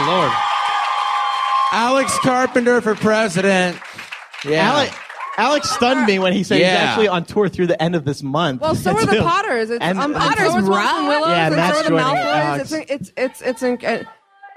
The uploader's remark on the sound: LeakyMug Live from Prophecy 2007